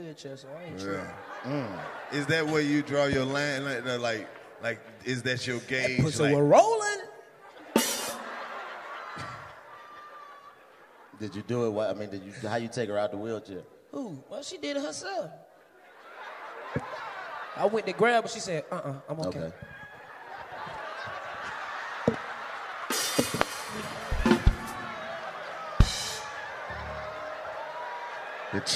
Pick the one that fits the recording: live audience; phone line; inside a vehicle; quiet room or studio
live audience